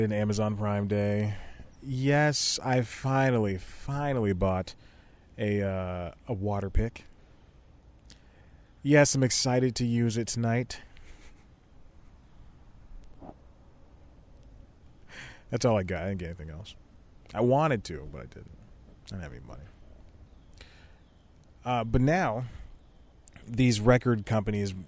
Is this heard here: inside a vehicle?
yes